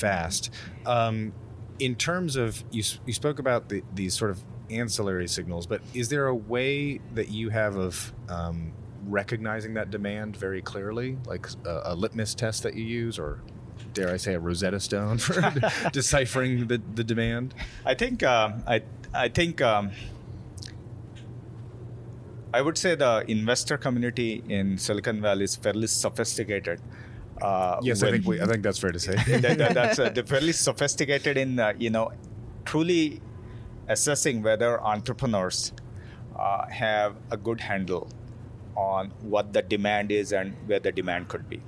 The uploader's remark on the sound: Recorded live, from the beautiful courtyard at Foreign Cinema, in San Francisco's Mission district.